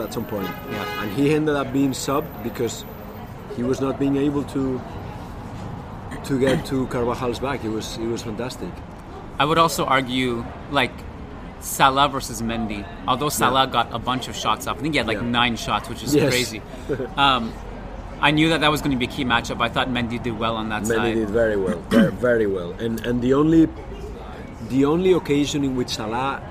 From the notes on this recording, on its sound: This podcast was recorded in a beautiful outdoor patio in Paris on Sunday evening